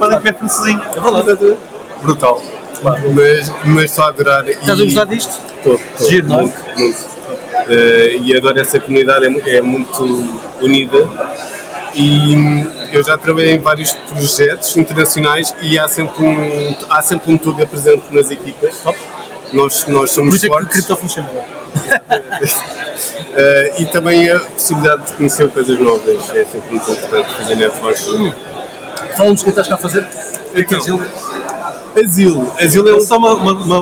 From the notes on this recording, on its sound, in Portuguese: Esta semana estivemos no ETHPorto, uma conferencia dedicada ao Ethereum e cryptomoedas em geral, no decorrer da conferencia fizemos um uma emissão ao vivo. Onde falamos com vários participantes do evento.